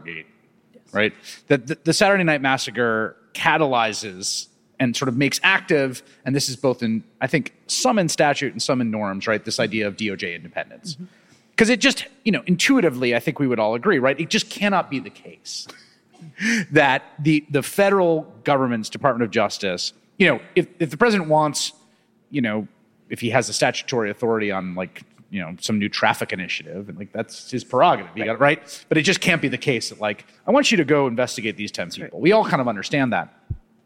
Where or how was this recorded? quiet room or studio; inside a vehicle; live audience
live audience